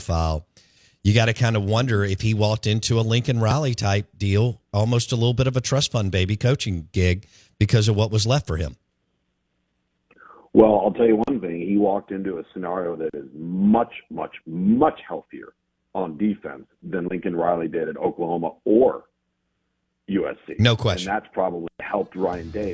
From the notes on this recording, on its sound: Joins the show on the Farm Bureau guest line talking all things in the NCAA live in the BankPlus Studio.